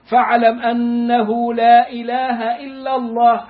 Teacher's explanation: shorten the extension of the La, and make it a little bit shorter, so you can say all the kalima together. · Term: المد المنفصل